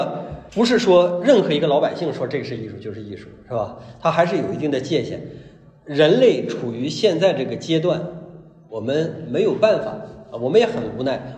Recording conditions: live audience